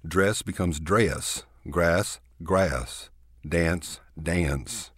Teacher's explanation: This is what I call the Texas diphthong. We have a tendency to stretch our vowels out and put a lilt into them.